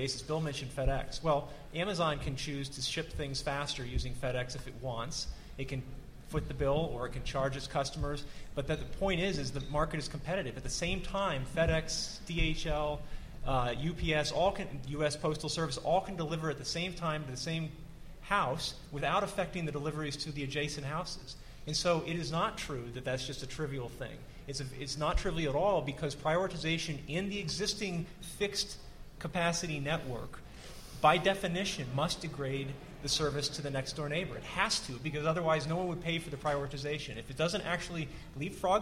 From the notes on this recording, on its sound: The Federalist Society's Telecommunications Practice Group presented this panel discussion at the 2006 Annual National Lawyers Convention.